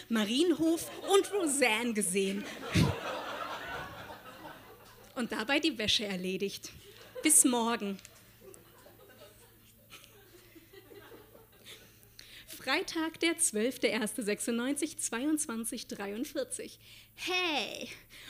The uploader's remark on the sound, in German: Auswahl der Beiträge von der „texte von gestern“-Liveshow. Im Monarch, Berlin. Heißen Dank an den Monarch, unser tolles Publikum.